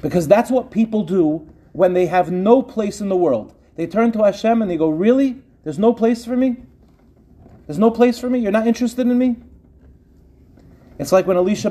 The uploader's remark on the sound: In this shiur, delivered on the NCSY staff training Shabbaton.